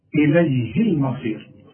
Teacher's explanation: إليه المصير، شوف إليه المصير ده ما فيش مد بقى فيه، لما تلاقي الهاء بين ساكنين يبقى ما عنديش مد لا عند الوصل ولا عند الوقف